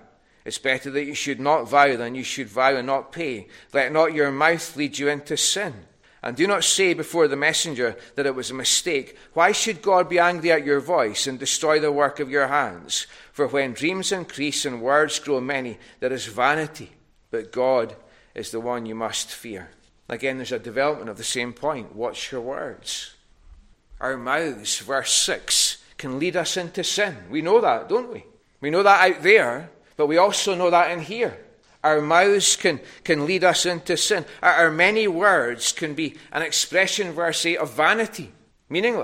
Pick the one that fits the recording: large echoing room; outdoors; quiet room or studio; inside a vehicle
large echoing room